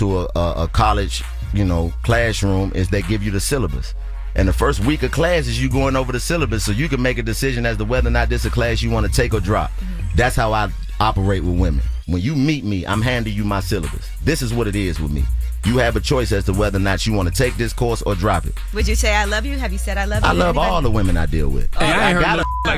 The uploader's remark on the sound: we opened the phone lines